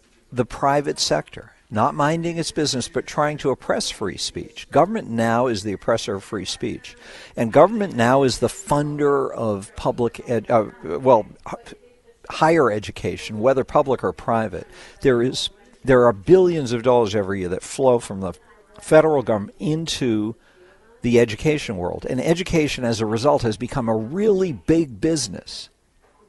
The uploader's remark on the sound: broadcasts live from the holiday store